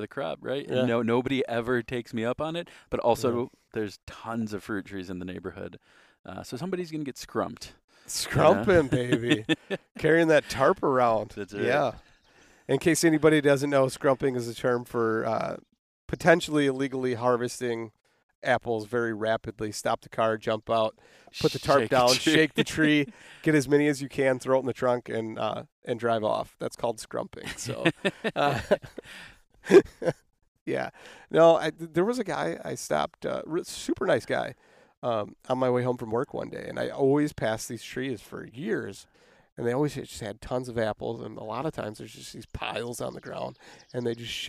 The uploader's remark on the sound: We sat in a park at a picnic table